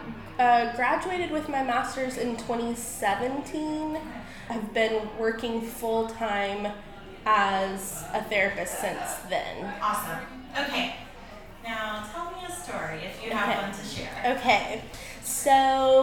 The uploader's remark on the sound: Live from Affirming Hendersonville. This episode was recorded on location at the Affirming Hendersonville event hosted by The Collab with support from Earth First Plant Co and Willow Tree Therapy.